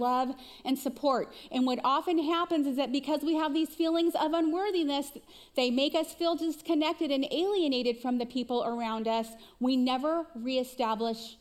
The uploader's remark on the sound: Recorded live at CrossWinds Church on July 30, 2023.